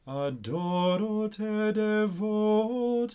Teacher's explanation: One note about that first phrase is the accent is actually on adoro, so you might feel the need to place the accent on the first syllable, but it's actually on the second syllable.